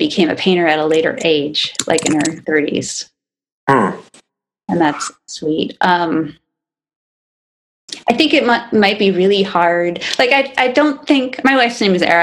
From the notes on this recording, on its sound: via zoom